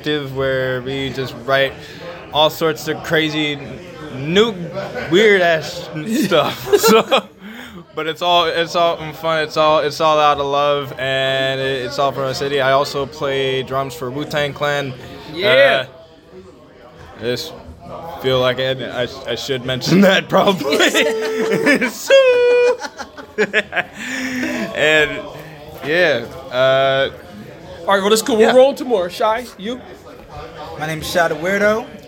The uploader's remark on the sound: during the Black Cannabis Juneteenth event at HUB-13 Trenton NJ